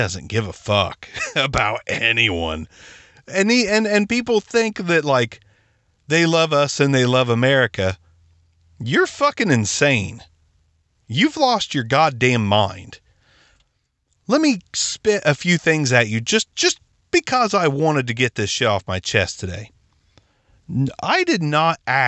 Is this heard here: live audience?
no